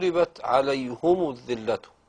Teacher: قرأت بضم الهاء والميم